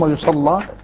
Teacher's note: ورش من بينهم يغلظ اللام